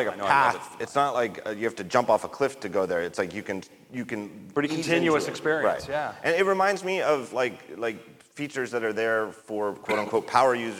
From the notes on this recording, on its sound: Live From WWDC 2017. Recorded in front of a live audience at The California Theatre in San Jose.